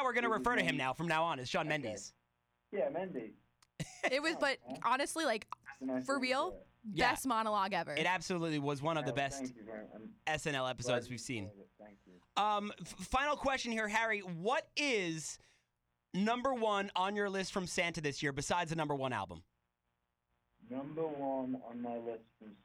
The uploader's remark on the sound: called into the show